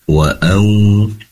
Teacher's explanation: tempat keluarnya waw dari memoncongkan kedua bibir ke depan · Term: waw sukun